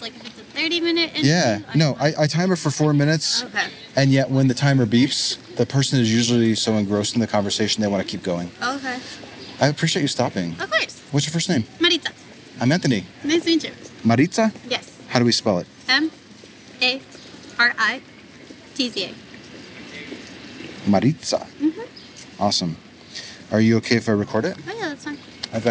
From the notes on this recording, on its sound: Location: San Antonio, Texas. Recorded w/Go-Pro.